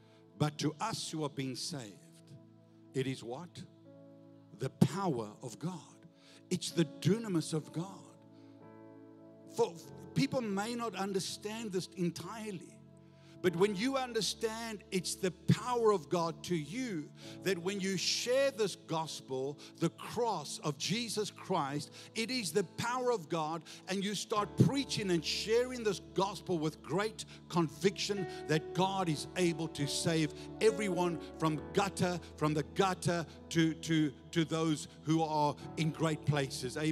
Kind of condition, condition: setting, large echoing room